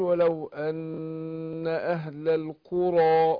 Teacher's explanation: النون هنا المشددة مش بنديها غنة حركتين؟